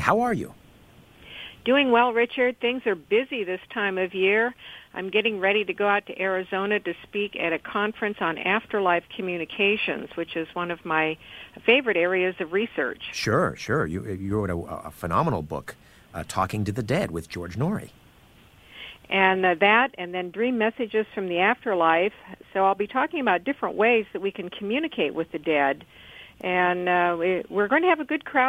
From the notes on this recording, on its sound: called